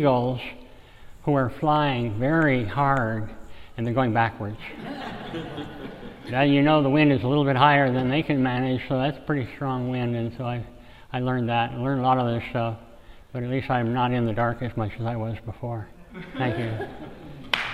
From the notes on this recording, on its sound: This episode is part of a series of stories we collected at our live storytelling event last year at the Race to Alaska sendoff party in Port Townsend, Washington.